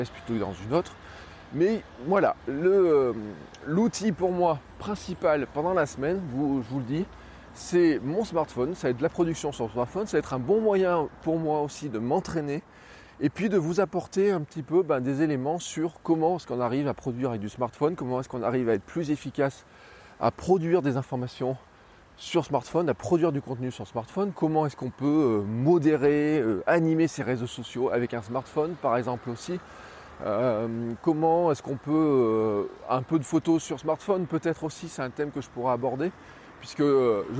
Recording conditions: outdoors